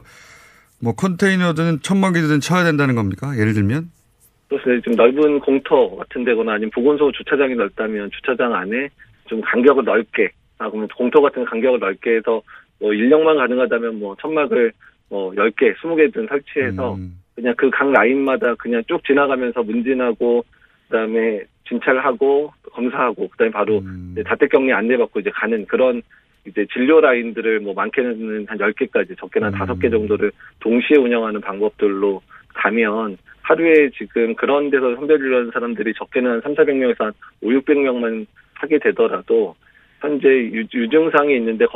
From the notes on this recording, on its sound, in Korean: 전화연결